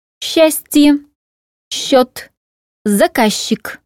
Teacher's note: Сочетание «с», «ч» и «з», «ч» произносится как долгий мягкий звук «щ»